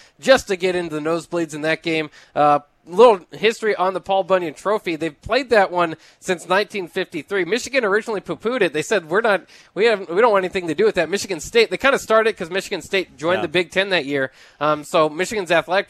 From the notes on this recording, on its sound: Tailgate Tuesday live from Chick-Fil-A